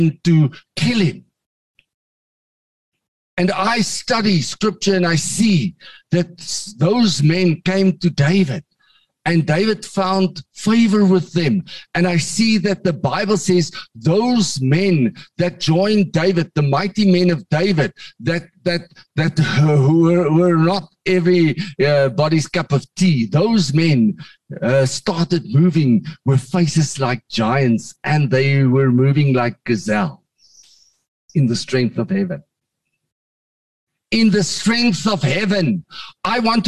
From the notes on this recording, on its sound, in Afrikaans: Manne van die Woord Zoom Byeenkoms 21 Junie 2022